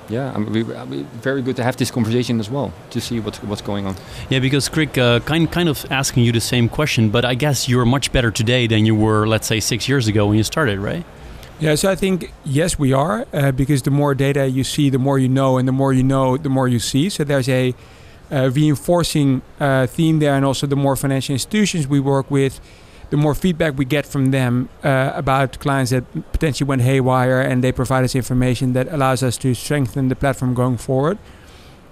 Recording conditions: busy venue